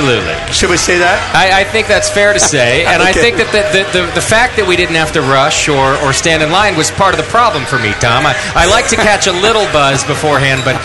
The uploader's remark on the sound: Live from Celebrator’s Anniversary Bash